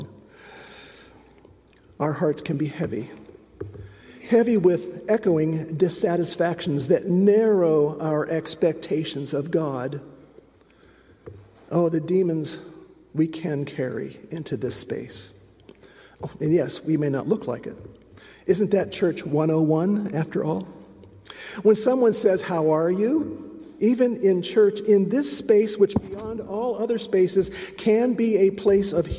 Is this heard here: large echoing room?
yes